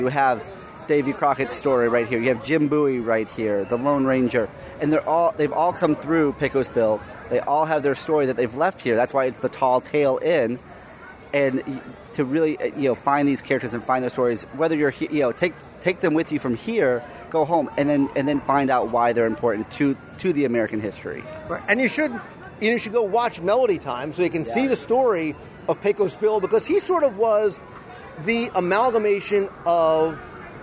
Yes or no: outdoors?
yes